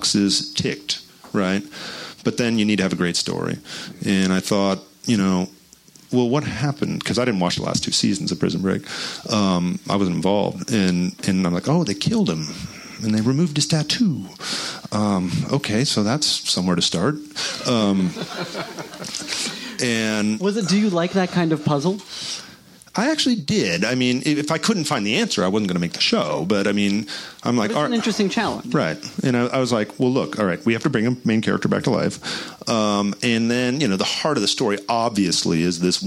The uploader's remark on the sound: Recorded at Book Soup in Los Angeles on March 10, 2017.